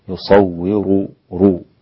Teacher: هنا الراء مضمومة، إذن هي مفخمة عند كل القراء